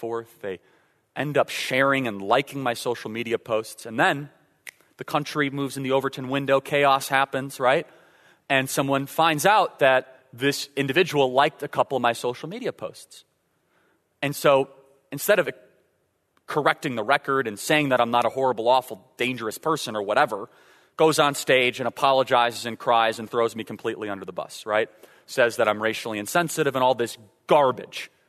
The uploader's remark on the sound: In a live speech from Godspeak Calvary Chapel in Newbury Park, Calif.